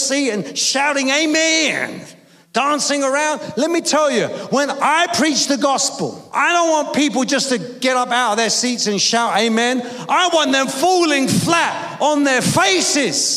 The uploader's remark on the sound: preaching at a Church in Thailand